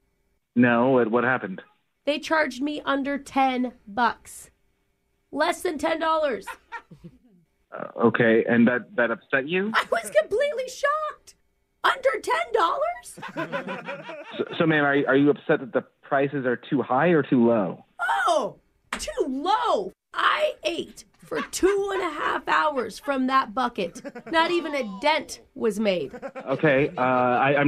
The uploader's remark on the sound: Phone Tap. Calling a movie theater.